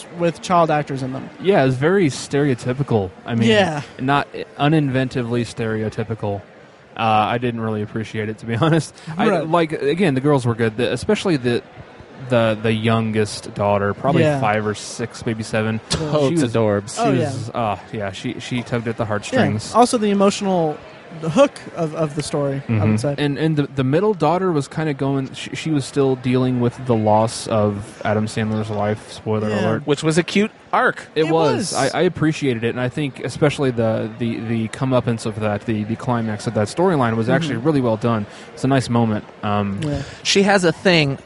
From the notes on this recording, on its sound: Live at Indy PopCon 2014. Recorded live from our booth at Indy PopCon!